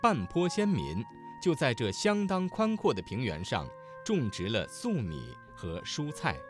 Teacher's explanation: 刚才这句话当中，声母是翘舌音的字有在这的这、种植二字、蔬菜的蔬